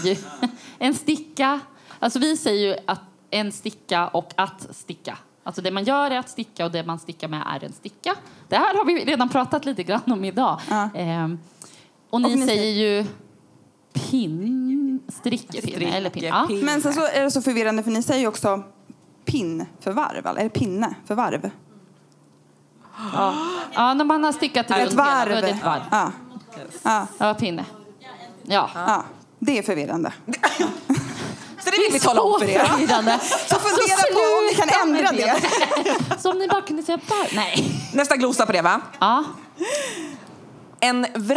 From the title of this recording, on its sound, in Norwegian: Live i Oslo